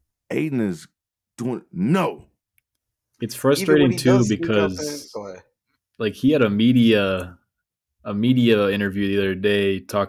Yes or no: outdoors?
no